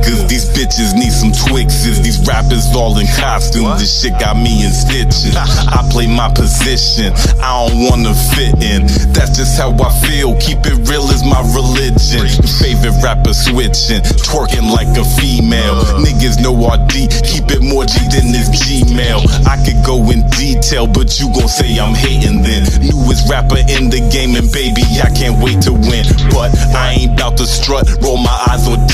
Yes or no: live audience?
no